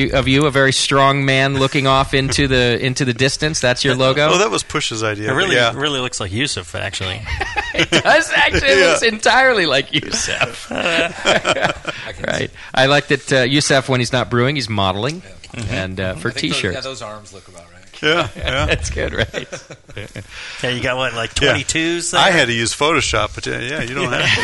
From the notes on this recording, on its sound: Brew Strong: Live from White Labs. Broadcast live from the all new White Labs facility during the Craft Brewers Conference.